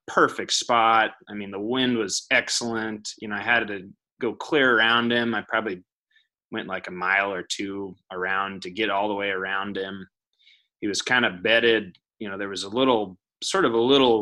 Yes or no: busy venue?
no